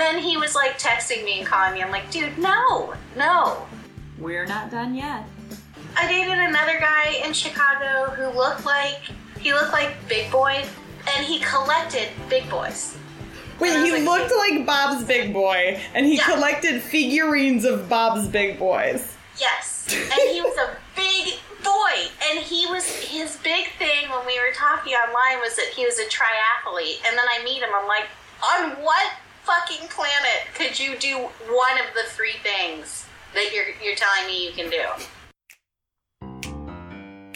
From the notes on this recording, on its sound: I had a skype chat with my comedian friend.